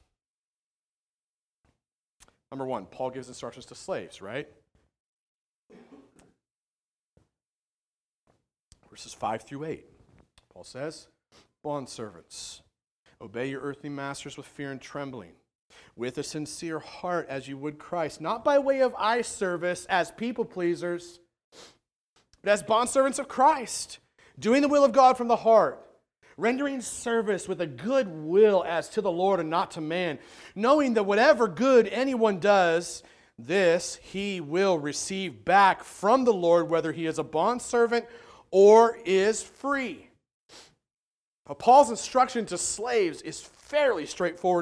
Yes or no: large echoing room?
yes